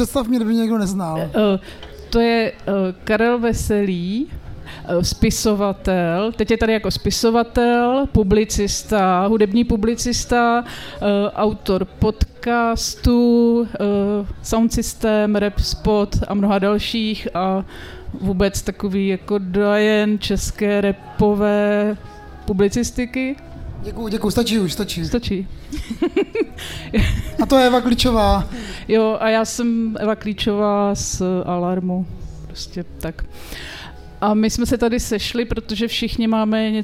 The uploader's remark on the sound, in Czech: Na pódiu ve festivalovém stanu